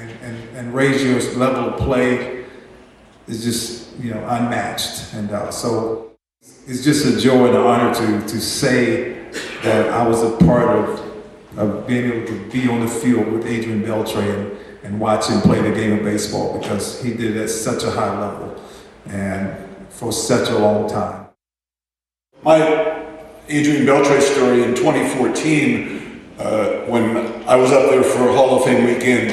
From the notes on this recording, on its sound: The conversation was recorded live at the Texas Sports Hall of Fame as part of the Lone Star Luncheon series and the 2024 Texas Rangers Winter Caravan.